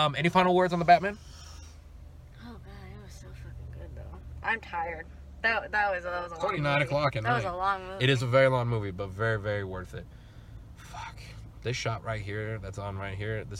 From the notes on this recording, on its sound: give a very honest review from our car